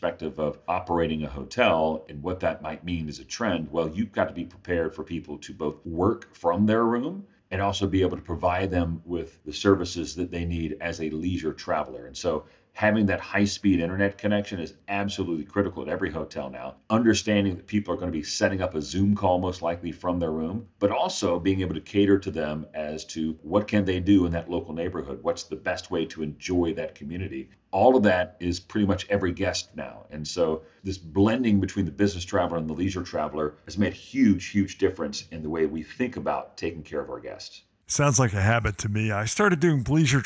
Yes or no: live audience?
no